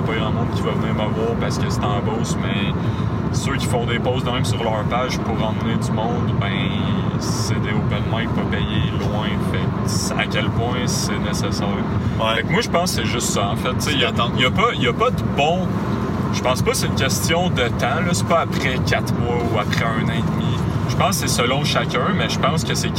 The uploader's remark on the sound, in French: se déroule sur la route alors que vos animateurs se rendent à un open-mic à St-George de Beauce